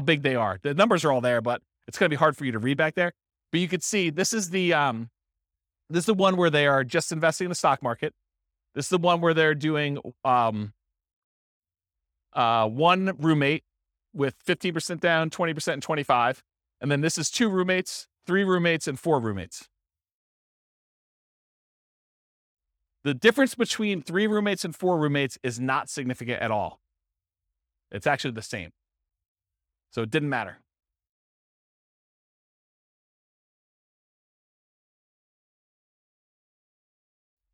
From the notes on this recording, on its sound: This was a live class recorded